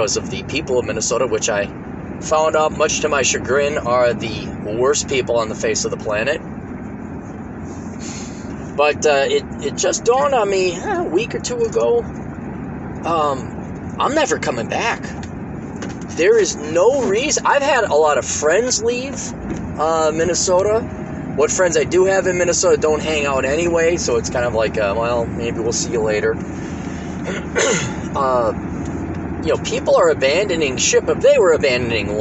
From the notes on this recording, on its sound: Records while driving to rural Minnesota for one last final time before he moves to South Dakota.